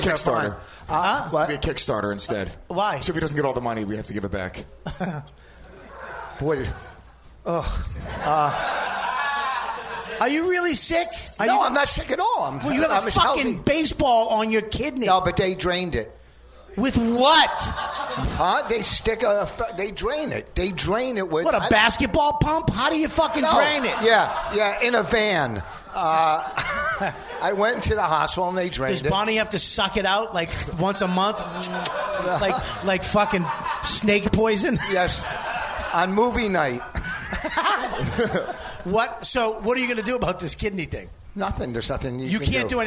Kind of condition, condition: setting, live audience